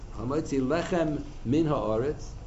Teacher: Lechem min is a mem and a mem, and you're going to swallow up a mem.